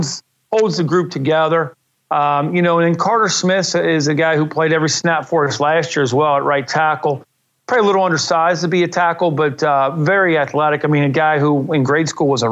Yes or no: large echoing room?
no